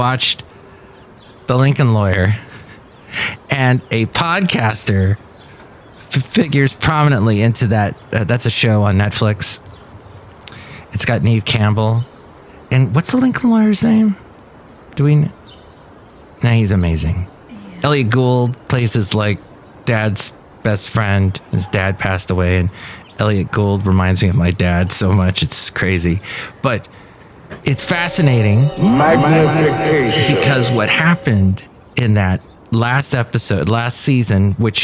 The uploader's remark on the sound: podcasts live from Café Anyway